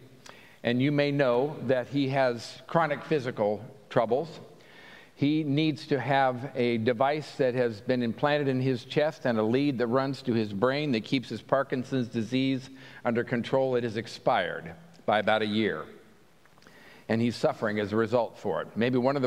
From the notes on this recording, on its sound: At Pender UMC Traditional Worship on Sunday, August 6, 2023